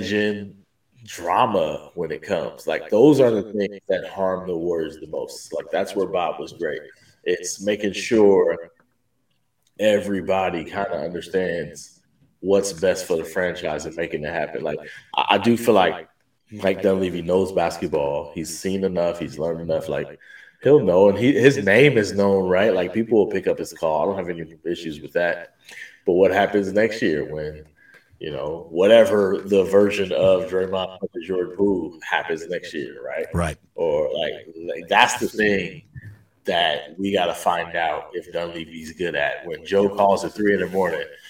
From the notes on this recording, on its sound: Sorry for the echo.